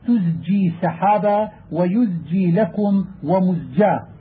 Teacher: فاللسان يسارع إلى اللفظ بالسين قبل الجيم لمؤاخاتها الزاي